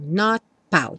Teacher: O T vem mesmo só fechar o som. Not pout. A língua, na verdade, encosta no céu da boca encerrando esse som.